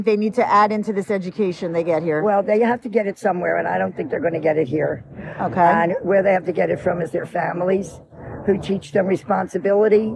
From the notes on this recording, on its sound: As we sit on the steps of Widener Library. MommashLIVE from Harvard Commencement. LIVE unedited wisdom.